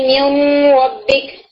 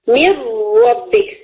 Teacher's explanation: جیسے من اروبک، تو جب آپ من اروبک پڑھے ہوتے ہیں تب اس کو یوں نہیں کہتے میم اروبک، یوں کر کے ادغام نہیں کرتے، بلکہ میر اروبک وداؤٹ نیزل ساؤنڈ، اس میں بالکل بھی ناک کی جو آواز ہے وہ نہیں آتی ہے · Shown in: second take · nasal sound بالکل بھی اس کے اندر نہیں آ رہی ہوتی. · Term: بغیر غنہ